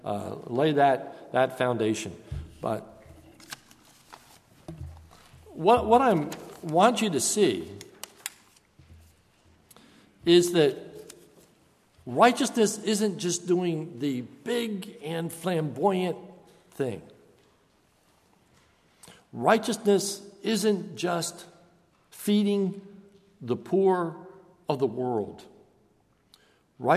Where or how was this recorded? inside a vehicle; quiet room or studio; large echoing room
large echoing room